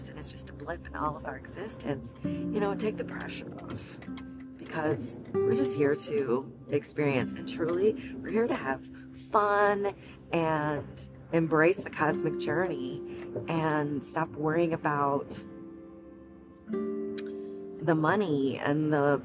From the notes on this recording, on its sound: This episode was recorded while I was driving to an appointment. Pardon the background noises, but the message is clear.